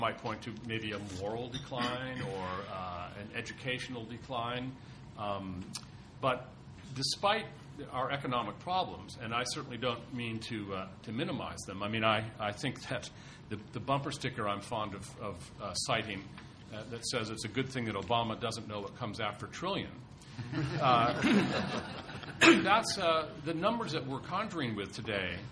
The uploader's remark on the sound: TNC/SAU Conference.